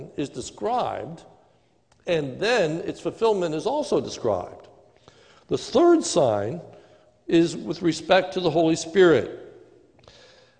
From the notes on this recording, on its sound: This is a sermon recorded live at Lebanon Bible Fellowship Church in Lebanon, PA on 8-16-2020 during the morning service